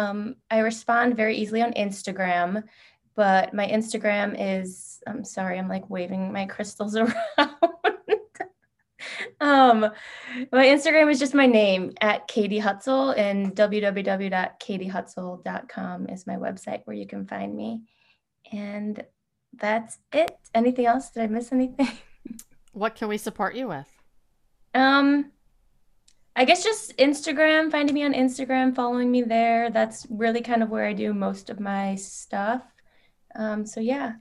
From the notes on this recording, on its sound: listen in to one of our recent Collaboration Zone Zoom Calls